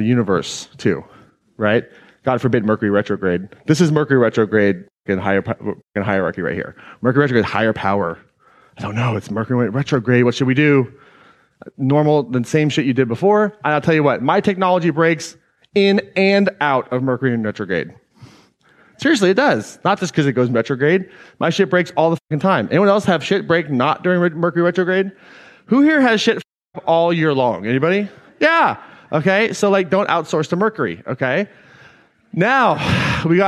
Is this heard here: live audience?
yes